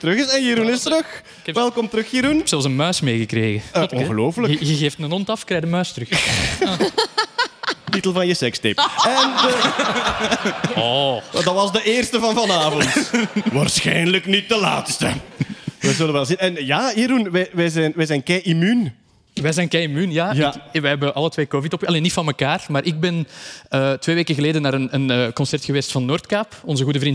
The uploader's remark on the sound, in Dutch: Deze maand live vanuit de Arenbergschouwburg in Antwerpen!